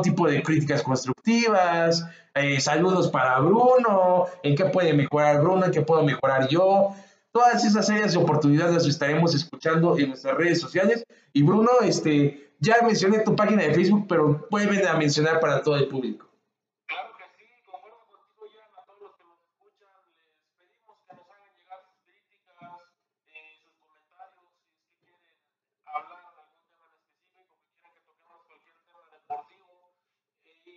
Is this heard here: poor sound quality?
yes